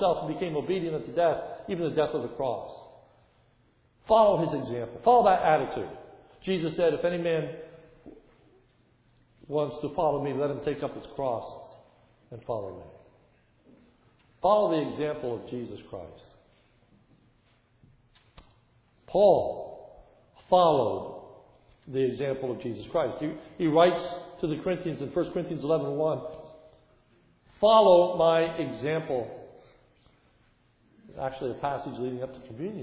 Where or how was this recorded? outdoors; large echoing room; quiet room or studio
large echoing room